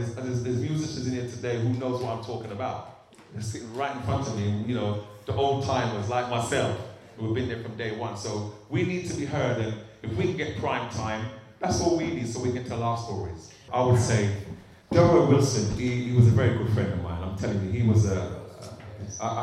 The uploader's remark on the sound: This interview was recorded at the Brent 2020 Bass Rewind event in November 2019